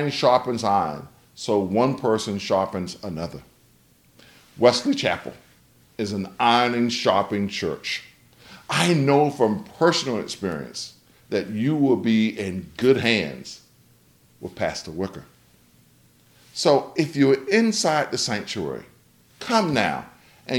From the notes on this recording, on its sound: delivered on September 5th, 2021, for Homecoming at Wesley Chapel African Methodist Episcopal Church